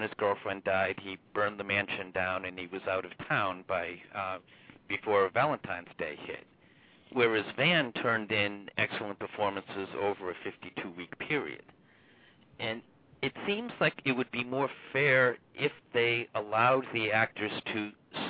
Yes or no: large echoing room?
no